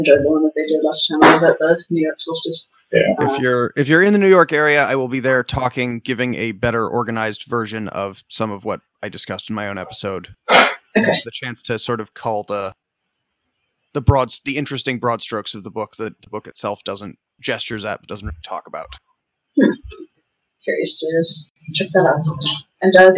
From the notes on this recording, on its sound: This is a recording of the live stream. Due to technical incompetence on our side, we lost the original audio. Since it’s a 2nd-source recording.